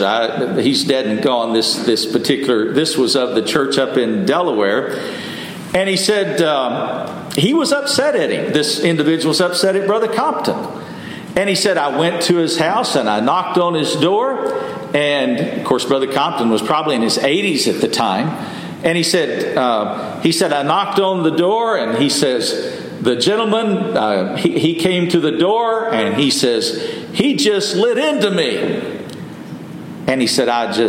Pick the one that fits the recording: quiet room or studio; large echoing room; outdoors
large echoing room